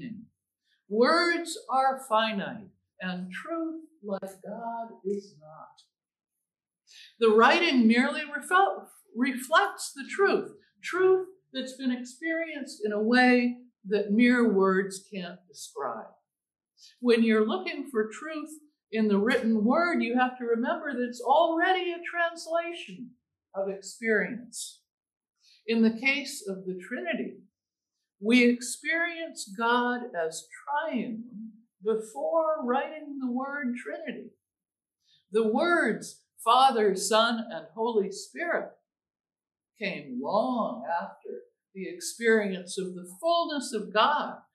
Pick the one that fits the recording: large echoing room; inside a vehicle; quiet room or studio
large echoing room